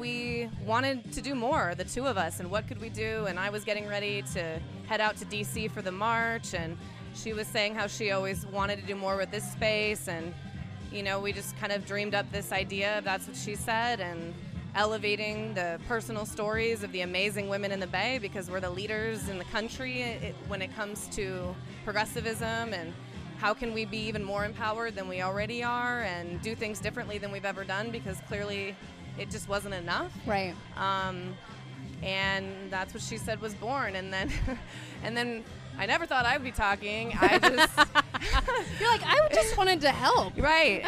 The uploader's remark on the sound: Coming to you live from The Social Study in the heart of the Fillmore district of San Francisco at the "That's What She Said" monthly speaking event.